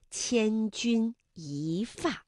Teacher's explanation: 一字本调是一，但是在去声字前面要变成二声一